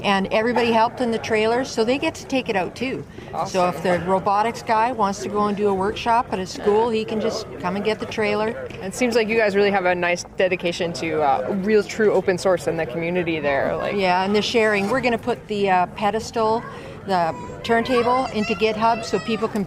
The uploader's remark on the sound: Live from LFNW